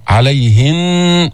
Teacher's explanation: نقف بالغنة بمقدار حركتين، لا ينبغي أن تقف لتضيقوا عليهن، لا، عليهن بدك تجيب الغنة بمقدار حركتين.